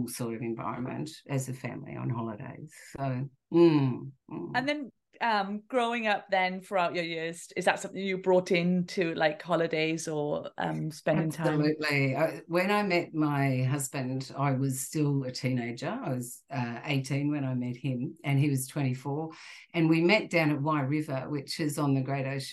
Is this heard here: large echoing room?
no